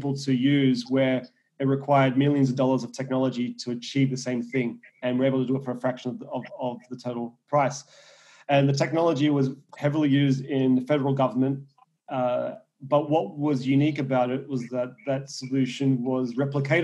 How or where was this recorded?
video call